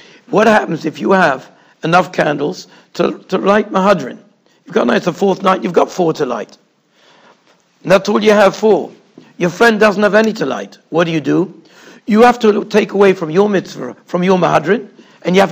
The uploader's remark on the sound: Shiur recorded in Yeshivas Ohr Reuven, Monsey, NY